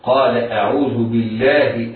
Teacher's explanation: اللام لام لفظ الجلالة هنا مرققة لوقوعها بعد كسر وهو الباء باء الجار